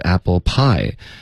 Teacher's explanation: Apple pie 其实它的重音是 pie，然后 apple 就不用加重音了